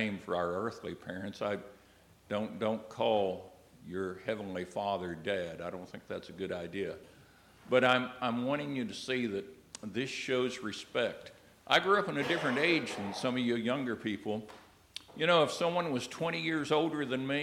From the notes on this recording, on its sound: addresses questions from the audience